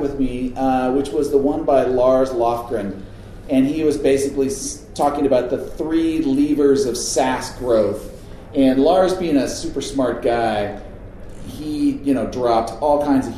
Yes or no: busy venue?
yes